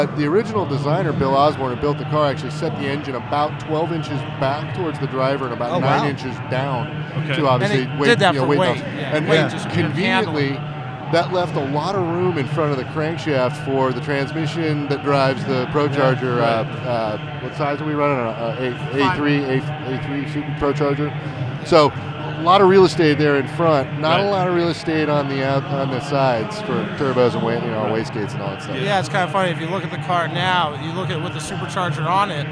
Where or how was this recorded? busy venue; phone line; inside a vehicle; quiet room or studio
busy venue